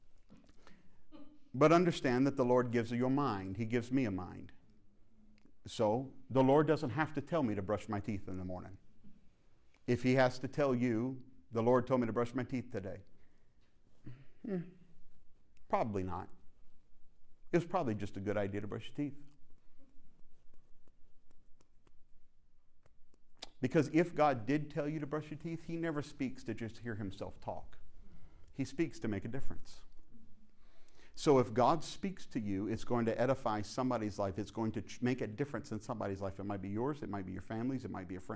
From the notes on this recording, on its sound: fields some questions from the audience